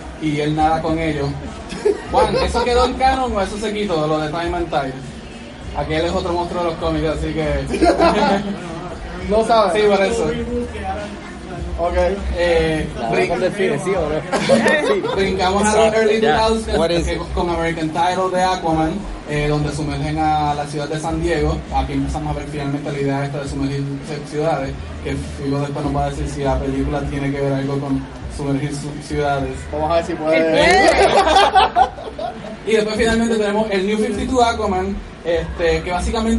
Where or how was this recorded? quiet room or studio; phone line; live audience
live audience